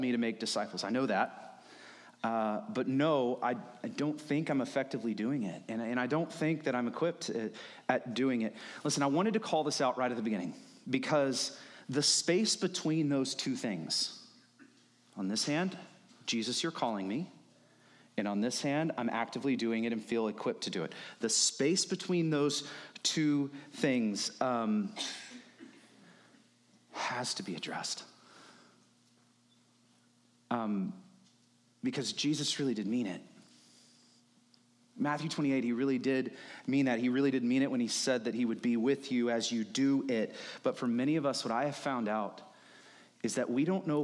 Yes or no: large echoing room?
yes